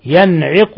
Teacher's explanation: ينعق نون ساكنة جاء بعدها حرف العين في نفس الكلمة. حكم التجويد إظهار حلقي لأن العين من حروف الإظهار الحلقي، من حروف الحلق.